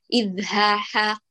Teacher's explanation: هاء ليس بفصيح أيضا، مخلوط عندك بالحاء، إذ ها، سامع الصوت، هاء حاء، لا أضبط البقعة، هاتيه من أقصى الحلق، إذ ها، هاء خالصة.